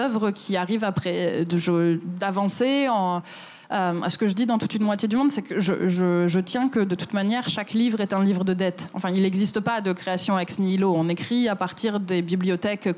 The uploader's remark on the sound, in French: cet épisode a été enregistré à la Gaîté Lyrique